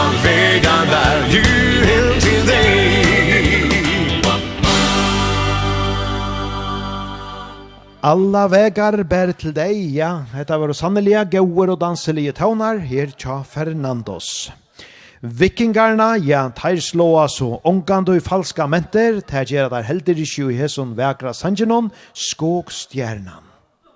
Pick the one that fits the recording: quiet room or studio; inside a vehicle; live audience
live audience